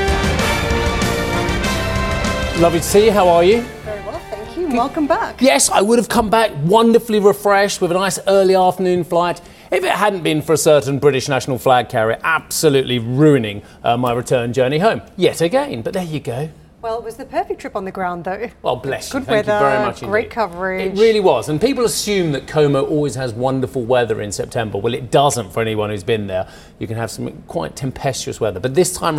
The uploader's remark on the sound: we are live at the IAA in Munich